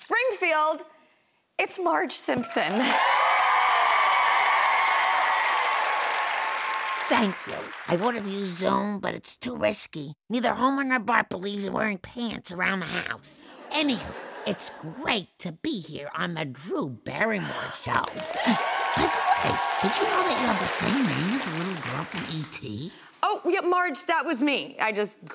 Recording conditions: busy venue